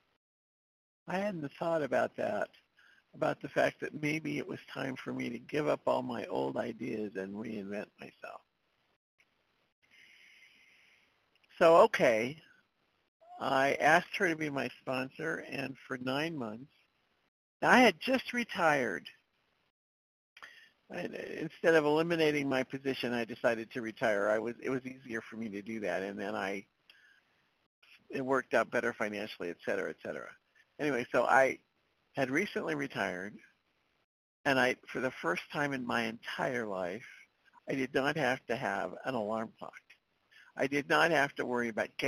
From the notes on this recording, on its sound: 100 Pounders Phone Meeting